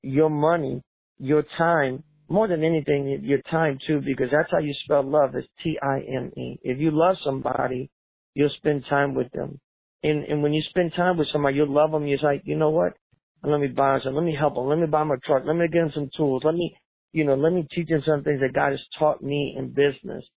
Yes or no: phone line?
yes